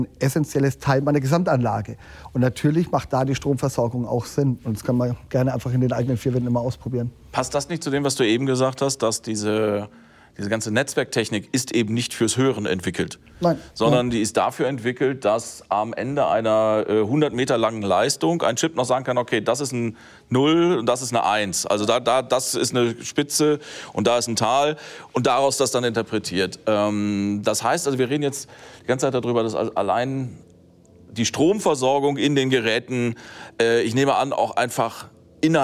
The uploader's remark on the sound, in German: Die auf der Finest Audio Show in Dortmund live vor Publikum aufgezeichnet wurde.